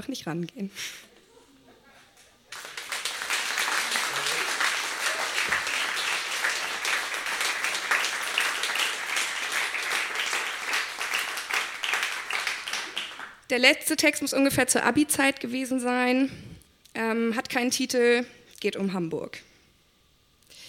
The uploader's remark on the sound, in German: Ausschnitte aus der Veranstaltung vom 12.10.2018 im Yoko, Hamburg. Liveshow am 12.10.2018 im Yoko, Hamburg. Heißen Dank an das Yoko, unser tolles Publikum.